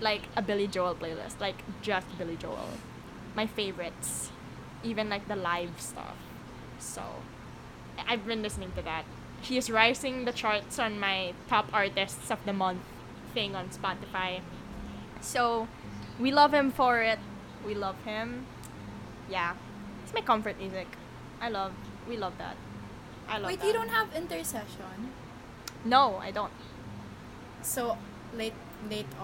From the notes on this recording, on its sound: they know about the weird whirring background noise.